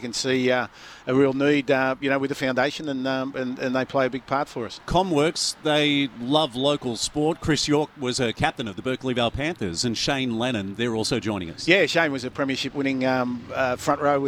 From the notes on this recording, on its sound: Live from the Donnica Clarke Foundation sponsor appreciation breakfast